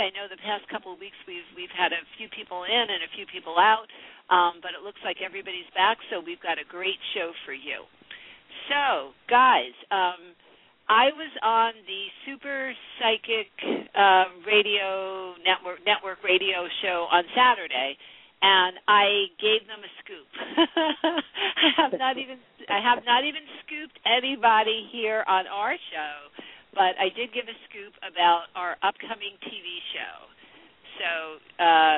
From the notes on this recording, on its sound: Live call-in radio talk show.